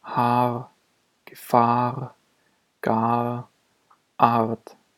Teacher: Nur eine Andeutung von R. Wenn das R nach einem langen A steht, wird es zwar konsonantisch gesprochen, jedoch nicht so stark artikuliert wie zum Beispiel vor Vokal